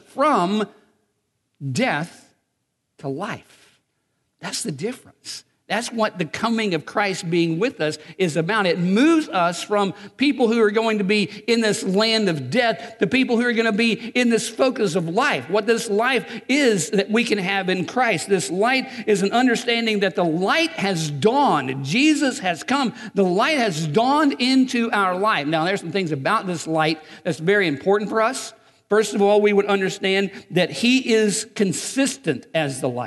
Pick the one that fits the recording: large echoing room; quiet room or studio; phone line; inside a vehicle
large echoing room